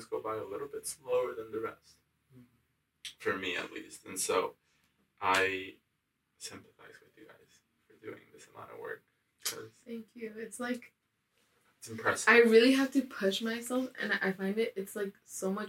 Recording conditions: poor sound quality